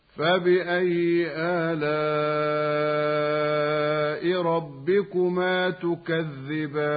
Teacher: ومد اللام مد متصل واجب يمد لحفص بمقدار 4 أو 5 حركات